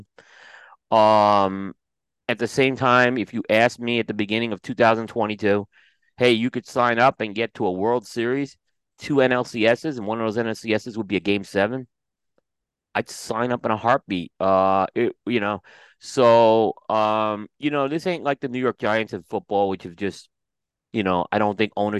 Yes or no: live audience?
no